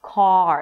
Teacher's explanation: once you pronounce the vowel, let's say 80% of the sound, then the last 20% would be the R · IPA: kɑːr